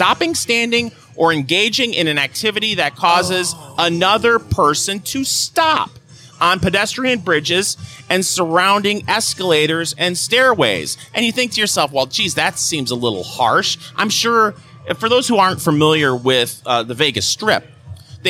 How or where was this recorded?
busy venue